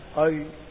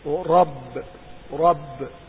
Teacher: والتكرير معناه لغة الإعادة واصطلاحا ارتعاد رأس اللسان عند النطق بالحرف · Shown in: second take · وحرف التكرير هو الراء، والتكرير صفة لازمة لحرف الراء بمعنى أنها قابلة لها.